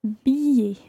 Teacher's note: You don't actually pronounce an L sound in there.